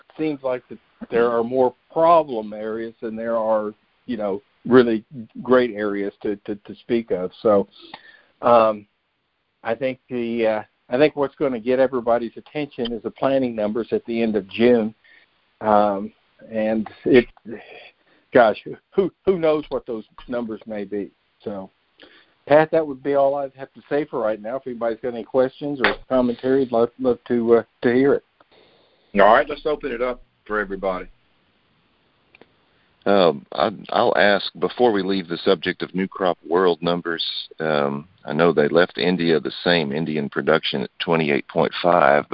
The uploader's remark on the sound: Monthly Conference Call On Cotton.